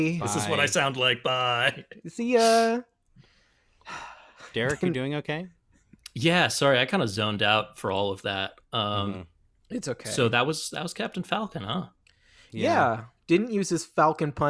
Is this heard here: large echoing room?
no